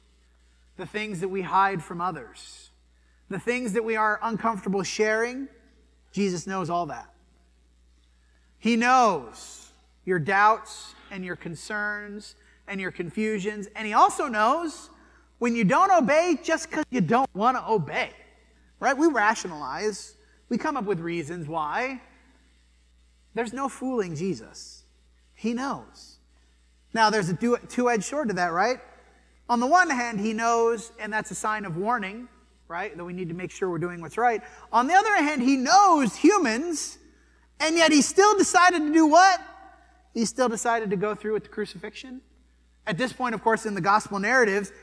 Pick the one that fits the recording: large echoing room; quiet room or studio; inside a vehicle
large echoing room